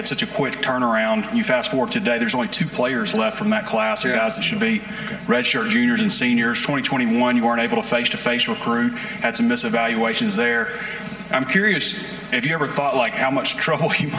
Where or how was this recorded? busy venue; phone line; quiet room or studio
busy venue